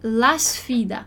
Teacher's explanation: Então, a gente vai emendar o artigo, esse A final do la, junto com o sfida. Então, la sfida, como se eu estivesse lendo uma palavra só.